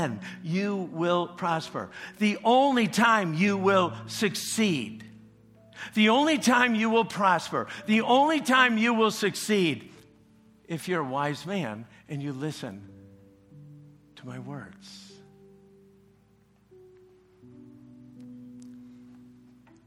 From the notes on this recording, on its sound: preached this message at CrossPoint Church